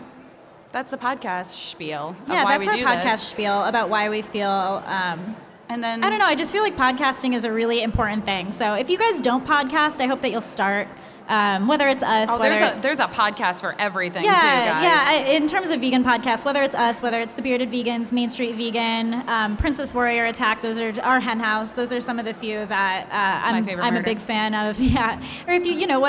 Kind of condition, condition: setting, live audience